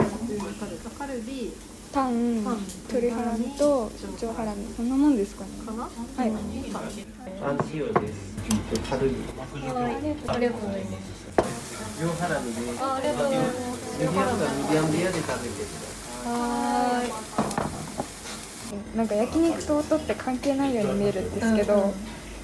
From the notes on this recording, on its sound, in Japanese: 上野にある東京苑での実際のロケの音声